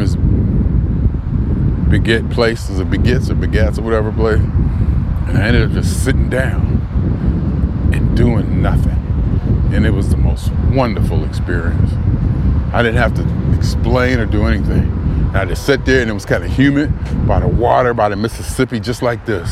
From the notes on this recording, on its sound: Me Walking Talking June 25, 2021: doing it in New Haven, CT